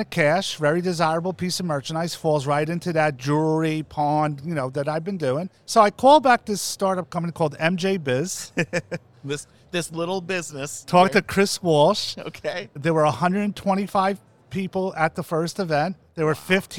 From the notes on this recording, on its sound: Live from MjBizCon 2022!